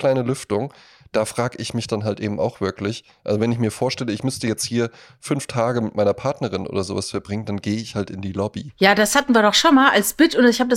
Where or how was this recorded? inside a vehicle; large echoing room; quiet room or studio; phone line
quiet room or studio